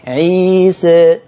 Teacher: نفس اللفظ وبقول عيسى هل س زي س أكيد بلا شك نطقي للألف الأولى هي فيها انحراف شوية بالصوت لكنها إلى الفتح أقرب · Term: التقليل